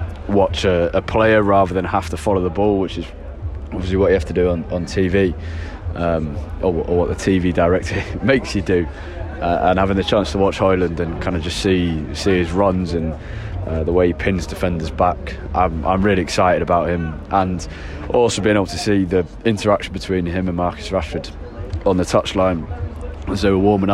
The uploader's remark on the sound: United host Crystal Palace in the League Cup. This episode is more about the noise of matchday at Old Trafford.